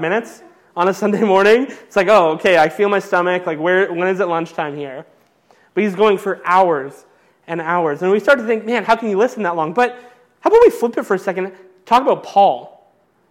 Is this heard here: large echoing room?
yes